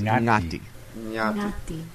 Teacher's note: It's what's called an unaspirated T. So it sounds a little like a D. T. So it's ngati.